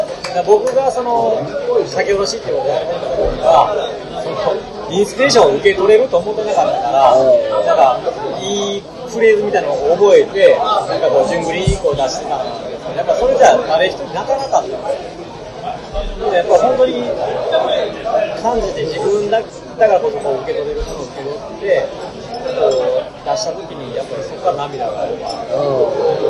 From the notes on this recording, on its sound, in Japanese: 居酒屋トーク。雑音がきつくてすいません。